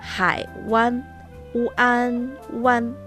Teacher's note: La U se combina con la vocal nasal delantera AN